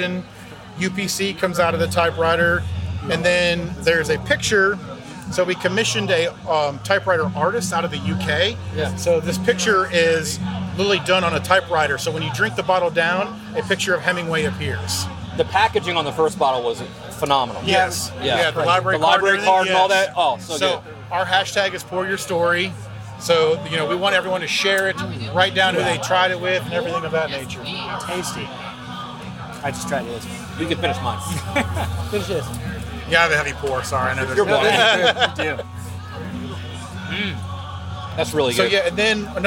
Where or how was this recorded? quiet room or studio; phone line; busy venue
busy venue